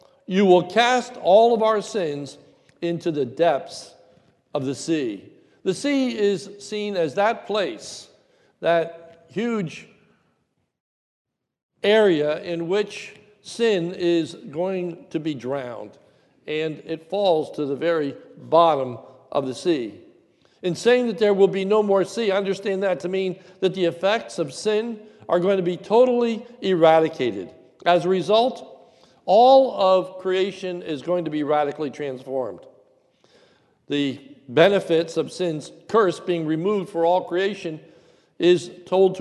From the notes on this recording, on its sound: a sermon recorded at the Lebanon Bible Fellowship Church in Lebanon, PA during the morning service